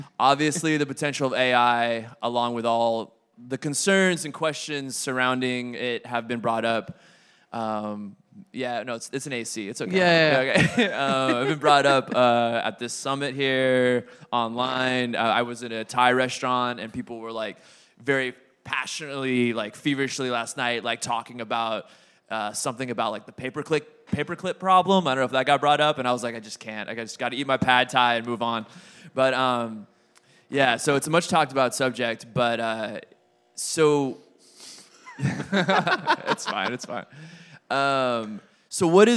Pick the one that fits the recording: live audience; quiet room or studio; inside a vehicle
live audience